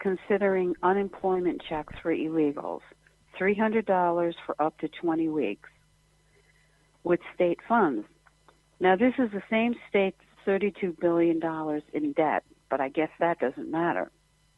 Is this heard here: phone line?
yes